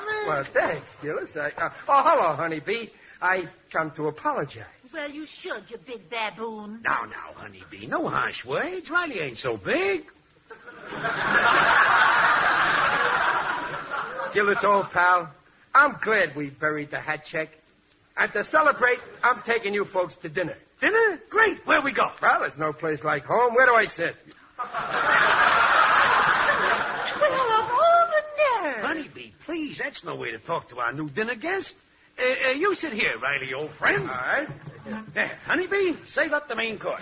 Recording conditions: live audience